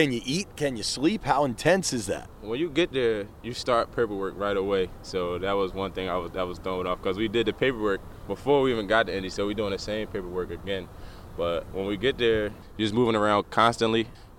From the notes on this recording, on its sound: While at an NBC Sports Washington event in College Park